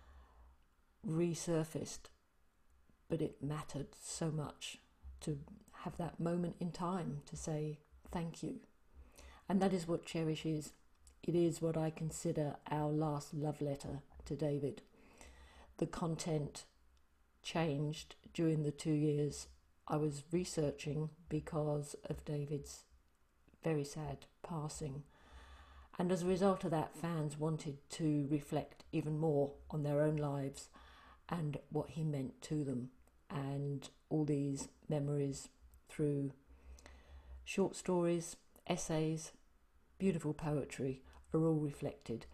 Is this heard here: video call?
no